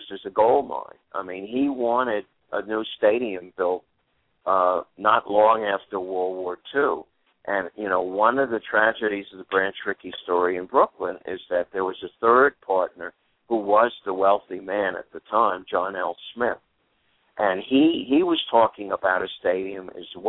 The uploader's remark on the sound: will call